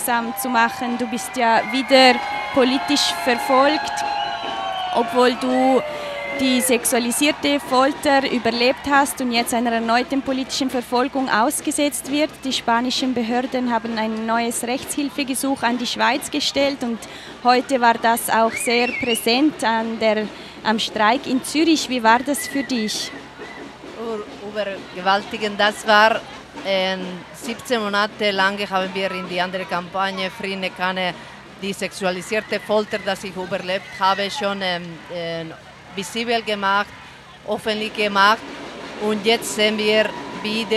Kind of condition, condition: setting, outdoors